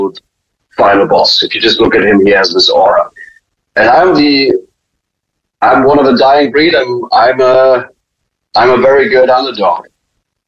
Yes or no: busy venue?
no